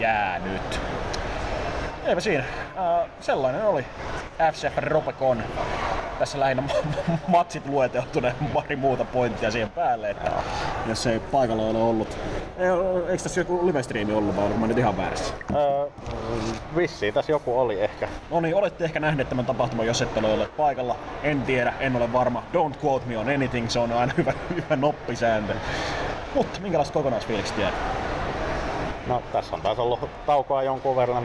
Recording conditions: background noise